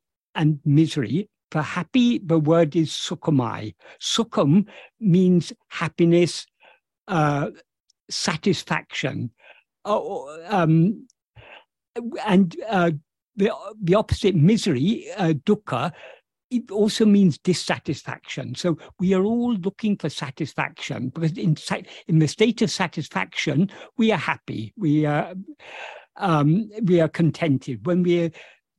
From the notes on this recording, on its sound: In a Zoom meeting with Boston Ramana Satsang on 22nd July 2023